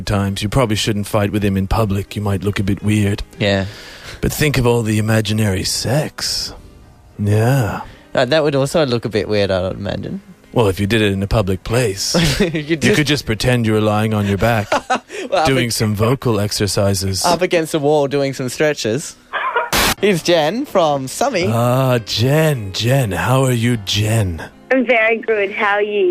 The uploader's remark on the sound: phones a sex-line, and we have the audio to prove it